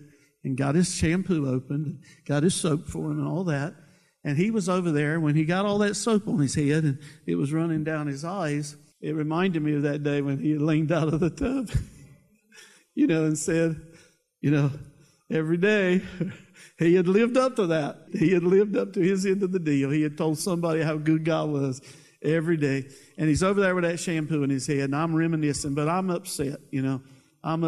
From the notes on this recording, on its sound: preached at Seashore church of the Nazarene in Cape May, New Jersey